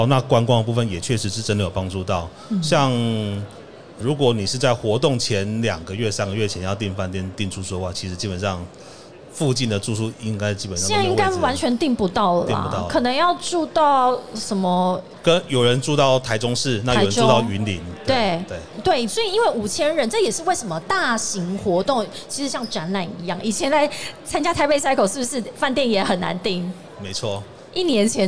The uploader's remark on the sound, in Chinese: 2022 Taipei Cycle台北國際自行車展-Live Podcast